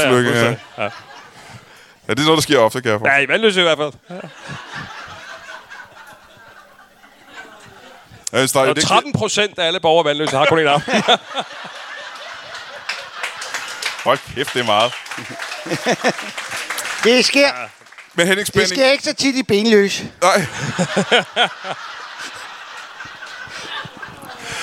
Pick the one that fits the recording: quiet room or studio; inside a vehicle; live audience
live audience